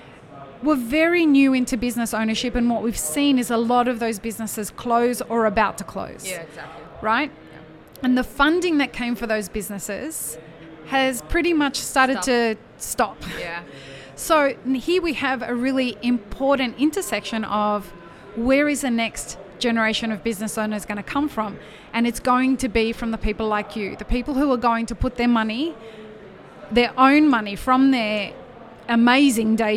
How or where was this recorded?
busy venue